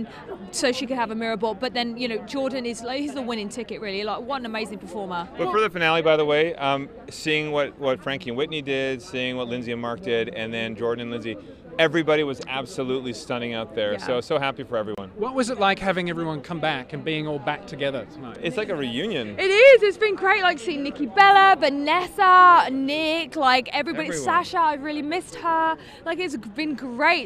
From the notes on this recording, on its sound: On the Red Carpet at Dancing With The Stars. Get a live look at the red carpet after every episode.